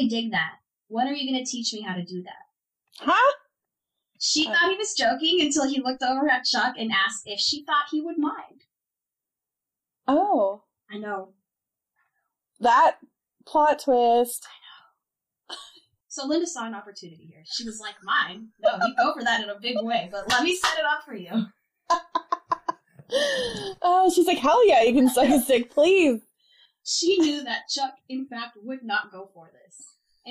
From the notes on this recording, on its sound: Please accept our apologies for the audio quality of this episode! One of our microphones malfunctioned in the beginning of the recording.